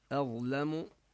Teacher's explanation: ومن أظلم، عندنا هنا النون الساكنة بعدها همزة والحكم هو الإظهار لأن الهمزة من حروف الحلق، الهمزة والهاء والعين والحاء والغين والخاء. أظلم، والمطلوب أن نرقق الهمزة ونفخم الضاء ولا نقول أظلم.